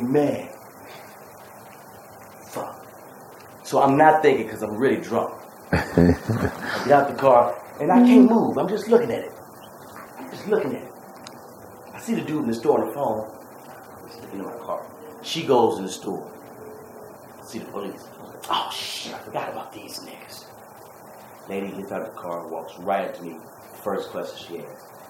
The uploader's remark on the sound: These were episodes that were recorded when we first started, but had too many issues like bad audio, camera problems, or pending legal charges.